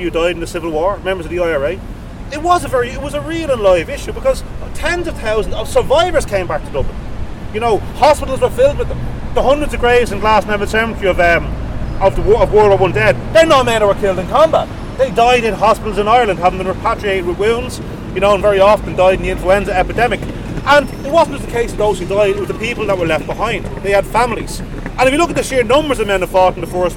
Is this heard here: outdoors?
yes